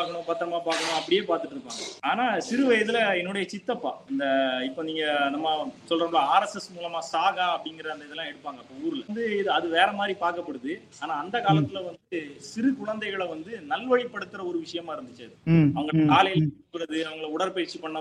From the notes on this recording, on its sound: Our first online recording version of the podcast.